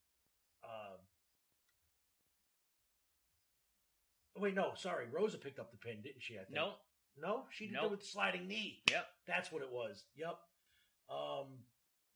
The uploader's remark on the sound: sorry for audio quality this week folks we have no idea why all the graininess and clicks